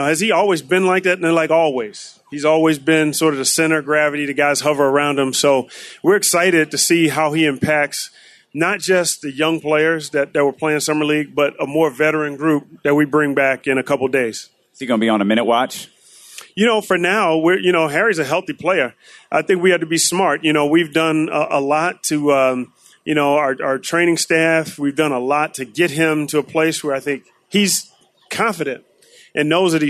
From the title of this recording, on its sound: Live At Sports Fest